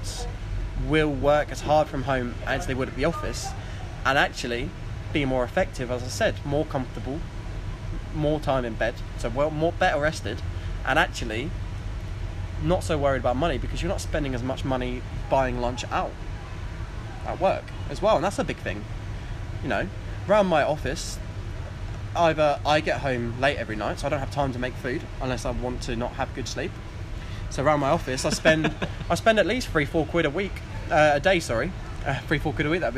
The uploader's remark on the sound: We recorded this in an afternoon in a pub in Colchester.